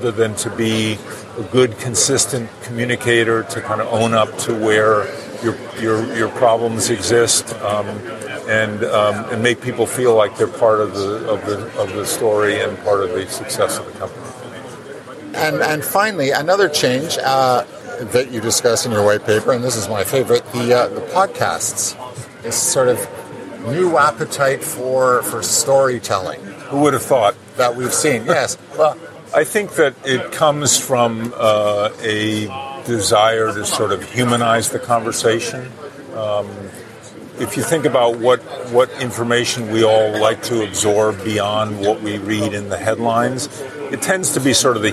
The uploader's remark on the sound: Broadcasting from the Citadel Securities post on the floor of the NYSE